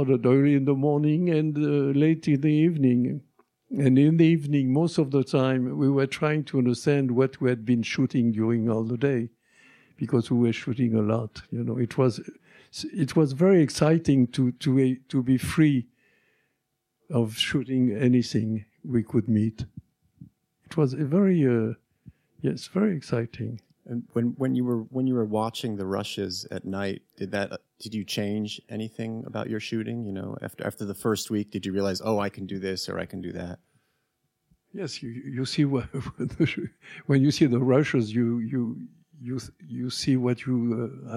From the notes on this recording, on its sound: Recorded November 18, 2017 at EYE Cinema